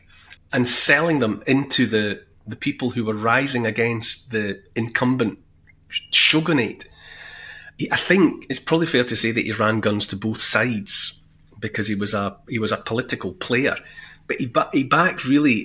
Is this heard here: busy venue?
no